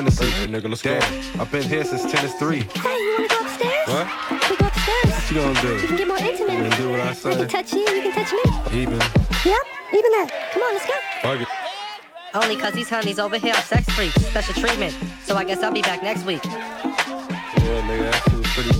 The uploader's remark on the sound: Live at Yo!Mama at Les Vedettes Café Culturel (HipHop DJ Set).